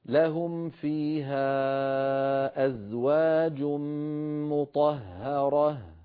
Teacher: نفخم الطاء نرقق الهاء، نفخم الراء نرقق الهاء